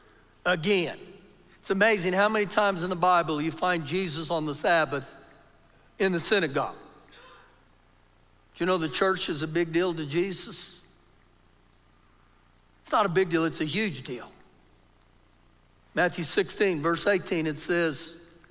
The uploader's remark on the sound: Recorded live during our Sunday morning service